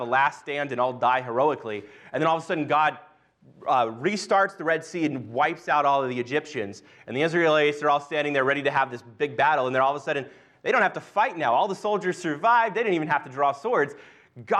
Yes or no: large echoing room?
yes